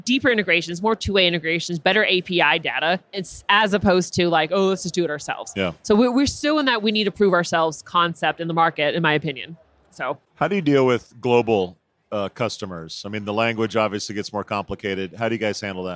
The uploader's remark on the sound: Live from UNLEASH America in the Workhuman booth